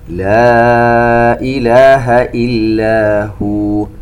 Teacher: عندنا مد منفصل يمد بمقدار أربع حركات